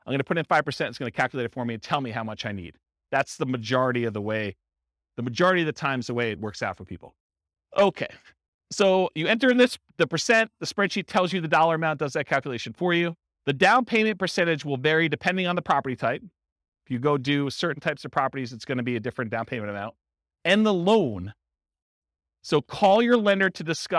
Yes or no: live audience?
yes